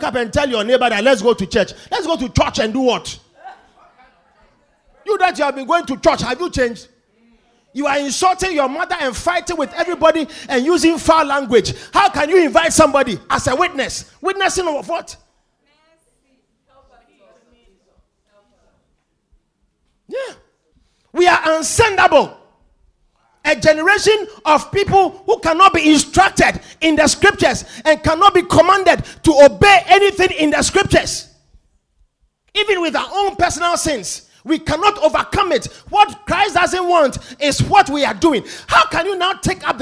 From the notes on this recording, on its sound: Preached at The Victory Secrets Service.